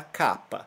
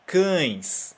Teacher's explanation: A gente fala esse an que vem pro nariz o som. Por isso é um som nasal · Shown in: second take